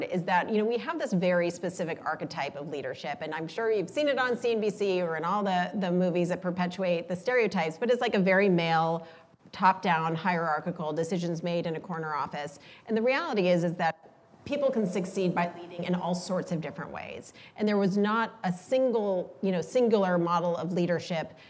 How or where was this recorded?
live audience